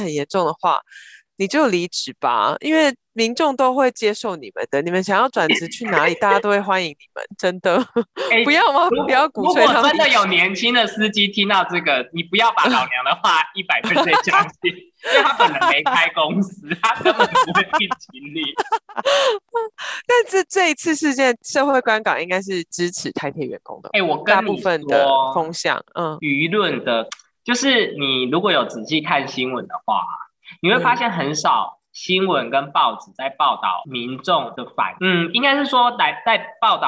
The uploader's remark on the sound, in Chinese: 遠距錄音。